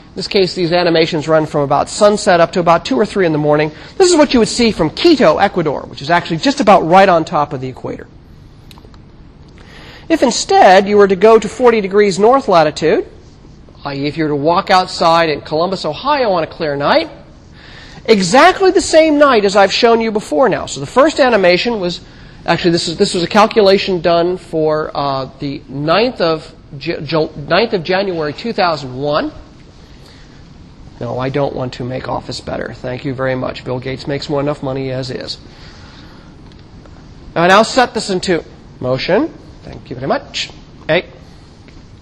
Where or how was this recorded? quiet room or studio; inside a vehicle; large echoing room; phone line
large echoing room